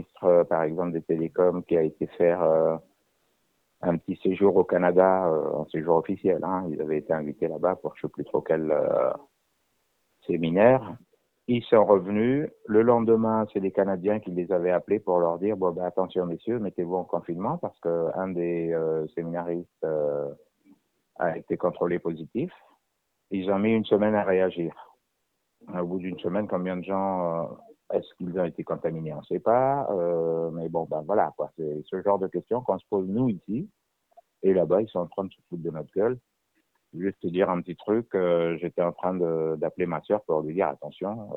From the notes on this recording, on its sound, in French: Nous avons joint par téléphone. L’un des animateurs de l’émission Nabad Nantes, le samedi sur Alternantes FM.